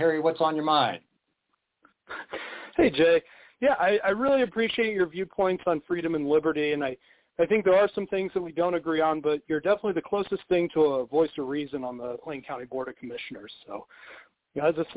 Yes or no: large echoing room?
no